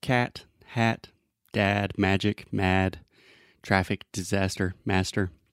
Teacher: it is a very open sound, which means our tongue position is low and our mouth is very open. So imagine opening your mouth as much as possible and then just say ah, ah. · Term: ah sound